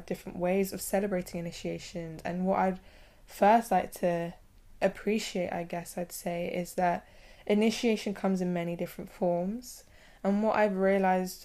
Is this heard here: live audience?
no